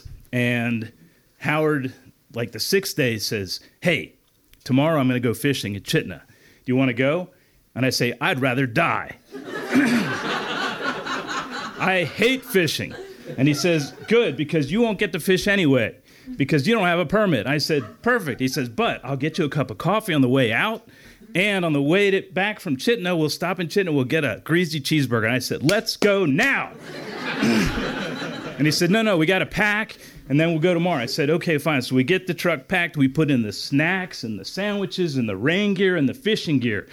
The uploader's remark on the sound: Handpicked stories from the 2022 Storytelling Festival in Kennicott-McCarthy. The Wrangell Mountains Center hosted 3 days of grassroots storytelling that summer, featuring local and visiting storytellers.